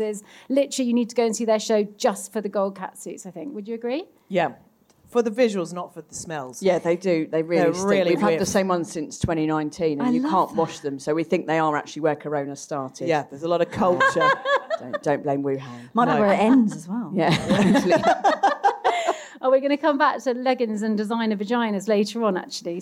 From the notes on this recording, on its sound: LIVE EPISODE. Live at London Podcast Festival. I also want to take a moment to thank everyone who bought tickets for the live recored event.